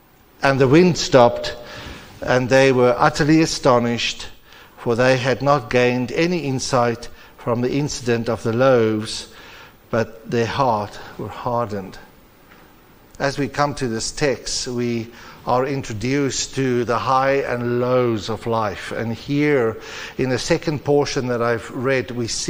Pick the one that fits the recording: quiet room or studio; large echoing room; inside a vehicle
large echoing room